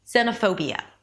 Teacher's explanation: The pho is the primary stress of the word, so it's a little longer and higher in pitch than the rest of the syllables. · IPA: ˌzɛn.əˈfoʊ.bi.jə